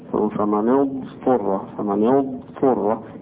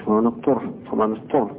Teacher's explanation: والضاد هنا لا تتحول الى طاء · Shown in: first take · ما فيش فيها لا اضغام ولا انه هيحولها لشيء تاني، فلكنها من حروف الاستطالة.